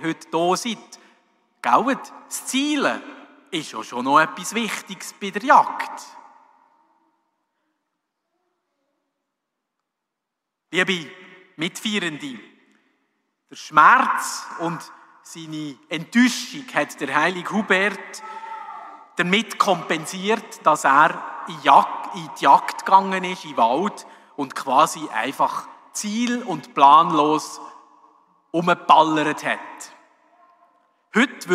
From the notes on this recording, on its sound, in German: bei der Hubertus-Messe 2023 in der Pfarrkirche in Bellach